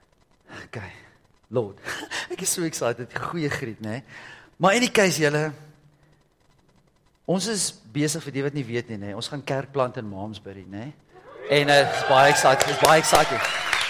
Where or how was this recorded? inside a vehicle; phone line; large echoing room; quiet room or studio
large echoing room